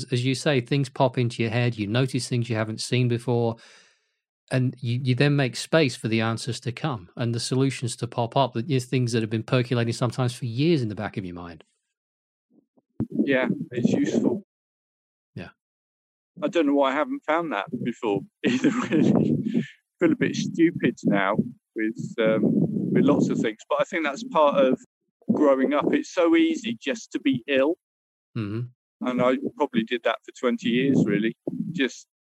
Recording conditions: wind noise